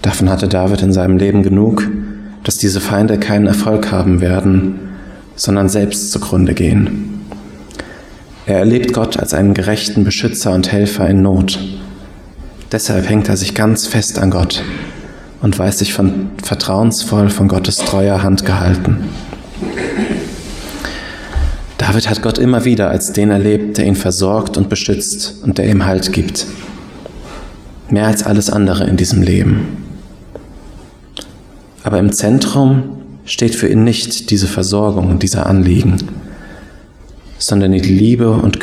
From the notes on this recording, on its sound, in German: Predigt aus dem Gottesdienst